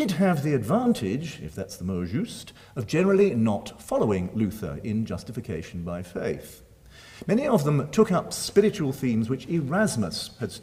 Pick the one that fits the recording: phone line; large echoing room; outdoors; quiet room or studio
large echoing room